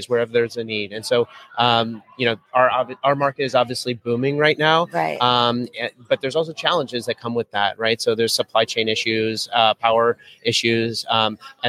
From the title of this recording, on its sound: JSA TV LIVE at PTC’23